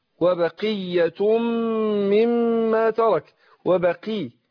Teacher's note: القاف المكسورة بتاخد أدنى درجات التفخيم. أقول وبقية وبقي ما قلتش وبقية.